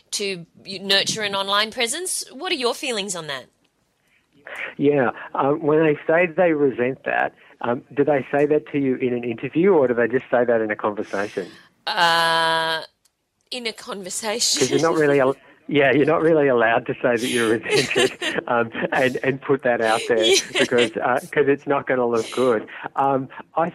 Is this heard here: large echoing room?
no